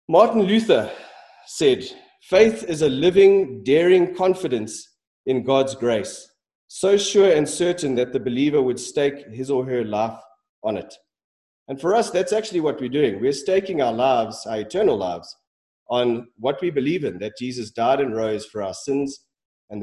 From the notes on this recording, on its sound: Sermon preached at Centre Church.